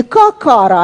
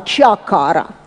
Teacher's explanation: Вот «ч» из «к» по палатализации · Shown in: second take